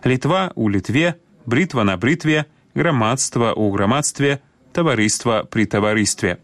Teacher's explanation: гук «т» не змяняецца на мяккі ў формах назоўнікаў, якія закончваюцца на «тва» і «тво»